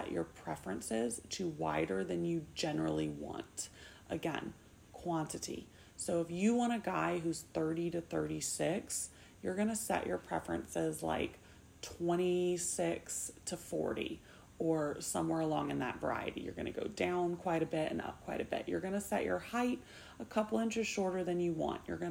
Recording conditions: sounds in the background